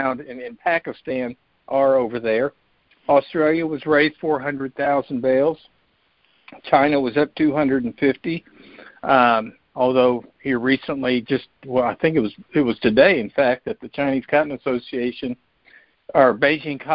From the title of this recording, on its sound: Monthly Conference Call